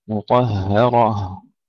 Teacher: الطاء مفخمة والهاء مرققة والراء مفخمة